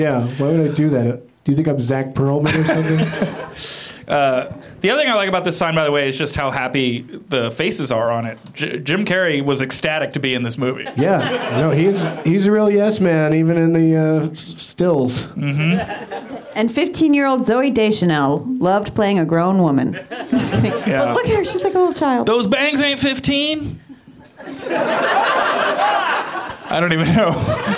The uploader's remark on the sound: Back at the UCB Theatre in LA